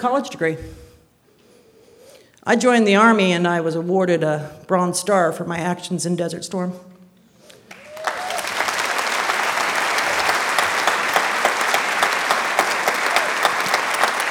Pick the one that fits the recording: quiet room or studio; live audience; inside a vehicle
live audience